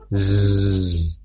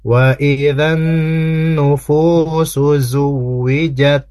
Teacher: Huruf zai itu adalah huruf yang dikeluarkan dari ujung lidah gitu ya, yang sejajar dengan ujung gigi seri bagian bawah